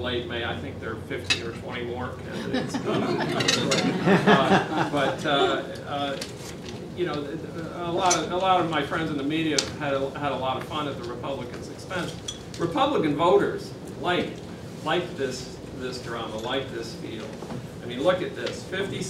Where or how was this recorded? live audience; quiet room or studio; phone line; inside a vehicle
live audience